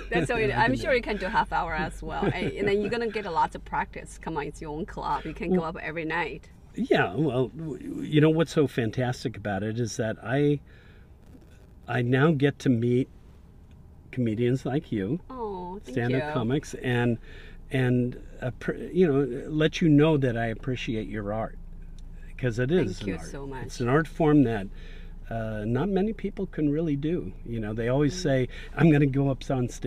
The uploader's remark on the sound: Cat Jam In The Car.